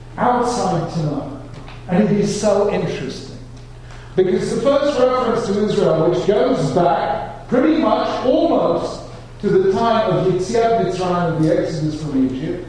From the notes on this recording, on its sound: Keynote address at The Jewish Center in New York. This lecture was delivered as part of his engagement with Yeshiva University.